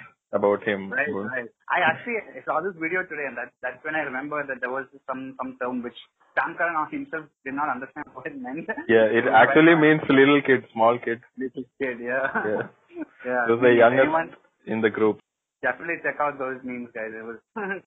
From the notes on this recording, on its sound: We get on a phone call (we will get better at this, we promise).